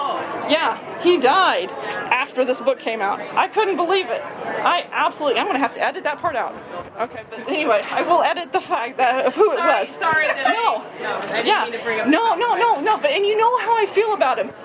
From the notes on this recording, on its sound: Tent Talk at the Tucson Festival of Books 2017. Independent authors have an area where they can talk about their books and take audience questions.